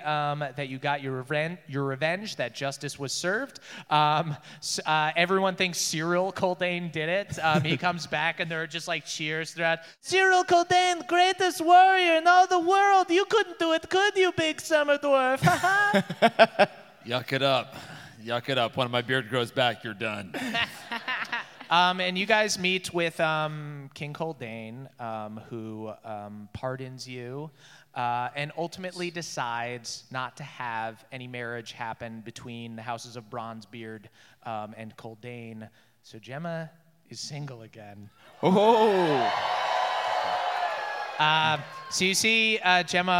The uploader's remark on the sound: NADDPOD Live in Boston